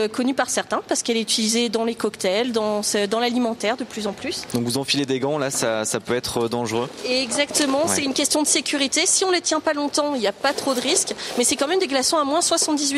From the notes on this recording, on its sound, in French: En direct de Vulcania, en Auvergne. Une expérience scientifique en direct.